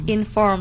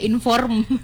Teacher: Tapi R-nya juga agak-agak samar ya kayaknya ya. · Shown in: first take · Enggak terlalu yang R kayak Indonesia inform.